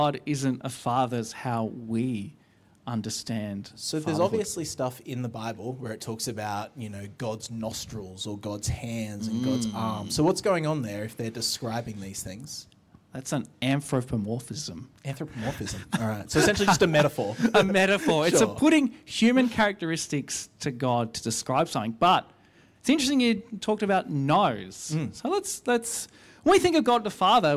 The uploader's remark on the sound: recorded live at our 10am Sunday Service